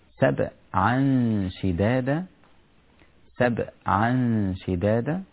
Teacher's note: حرف الباء حرف شديد لكنه رقيق، والشدة ليس لها علاقة بالرقة، هو شديد نعم لكنه حرف رقيق.